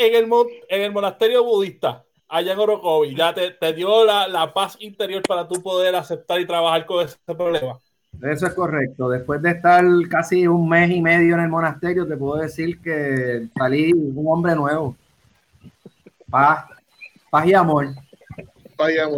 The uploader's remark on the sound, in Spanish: Ahora con todo el panel en cuarentena por el COVID19, pudimos usar la tecnología de Work From Home para traer este Mega Podcast.